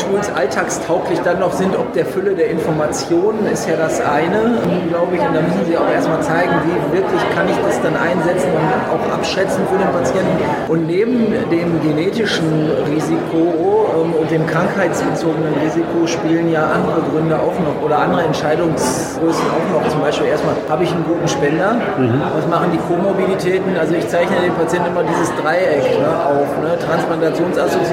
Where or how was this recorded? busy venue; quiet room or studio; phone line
busy venue